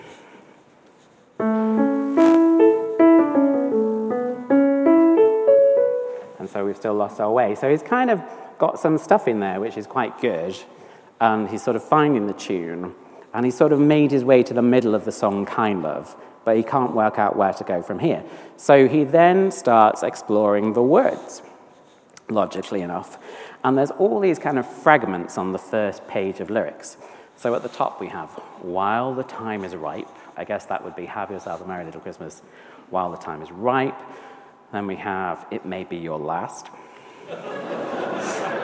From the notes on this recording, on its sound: on 6th December 2023 at St Paul's Church, Covent Garden, London.